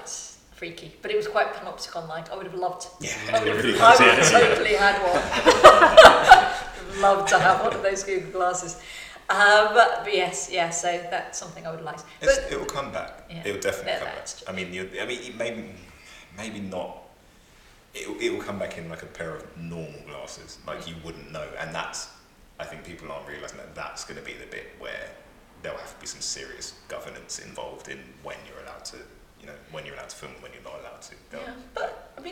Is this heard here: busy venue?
yes